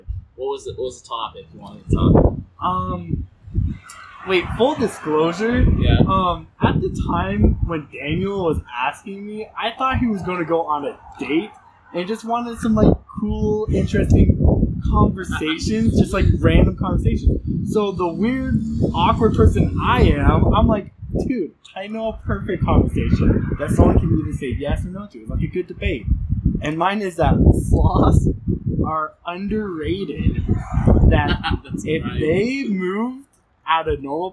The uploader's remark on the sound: Sorry for the wind